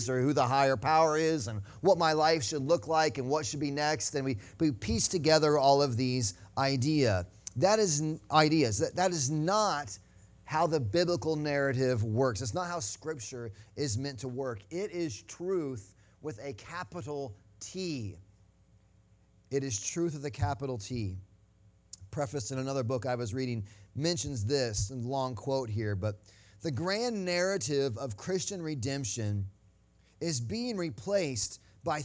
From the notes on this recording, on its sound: Sunday Morning Sermon Audio